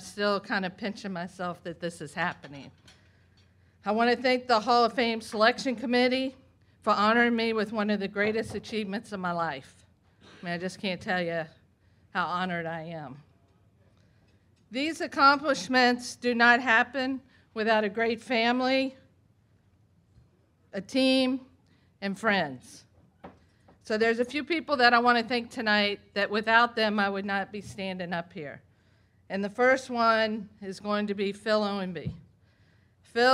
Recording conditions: busy venue